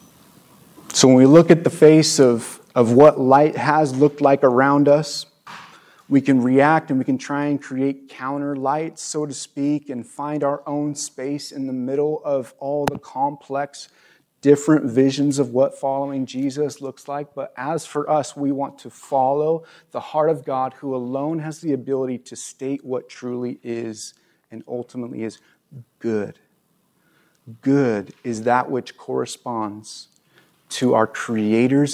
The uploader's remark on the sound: At our new location at View ridge Middle School in Ridgefield, Wa.